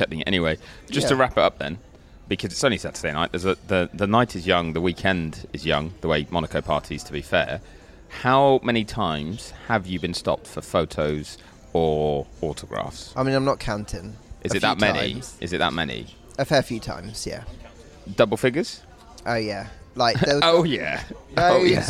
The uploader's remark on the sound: Live in Monaco. An in-person episode in Monaco, that was recorded to the background of pizza and beer.